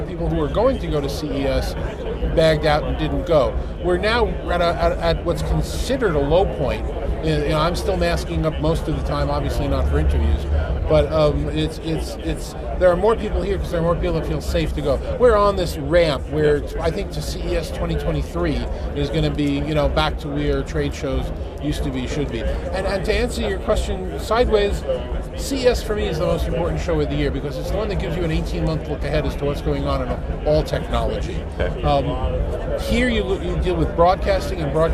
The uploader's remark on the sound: Live From NAB 2022.